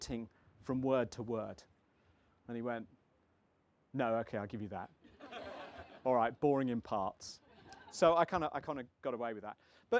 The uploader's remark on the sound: Holds a packed marquee in the palm of his hand at the 2022 North Cornwall Book Festival.